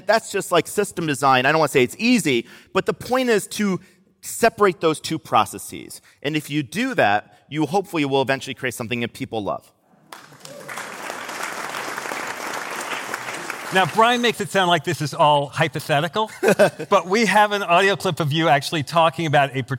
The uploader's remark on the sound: Recorded live on stage at the Masters of Scale Summit in San Francisco.